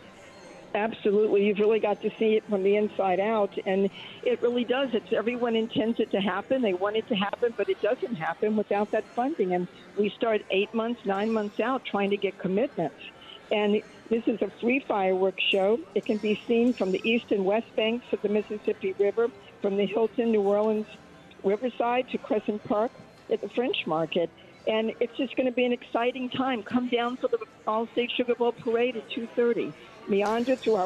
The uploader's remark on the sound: broadcasting LIVE from from Caesars New Orleans!